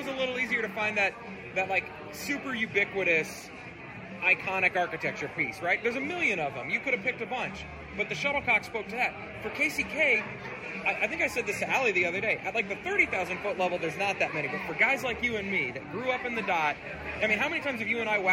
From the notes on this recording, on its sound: Recorded this week's show at Tuesday's STM event at J.